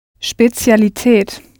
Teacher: your English sh sound, speciality, will turn into yet another ts sound written with a z